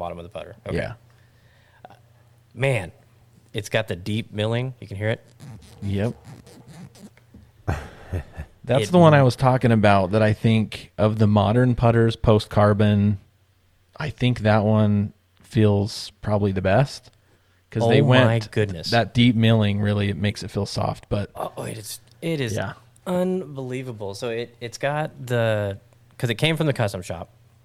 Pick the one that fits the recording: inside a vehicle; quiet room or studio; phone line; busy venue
quiet room or studio